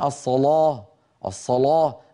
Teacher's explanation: فيجعلون اللام مفخمة متأثرة بالصاد قبلها · Term: بتفخيم اللام